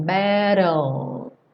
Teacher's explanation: Muitas vezes o T é reduzido para rarara, e daí você vai direto para o L e esquece o E completamente.